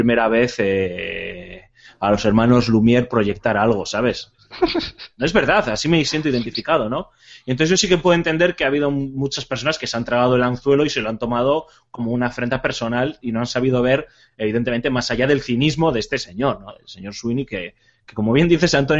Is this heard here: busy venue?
no